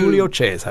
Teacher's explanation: They're called sdrucciola in Italian. They accent on the first syllable rather than the penultimate.